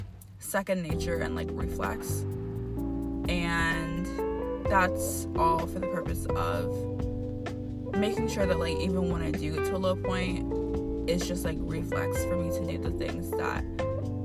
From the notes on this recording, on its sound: I wrote and re-wrote, recorded and re-recorded my first episode so many times all to just switch on the voice memo app and just record myself on the fly in the end.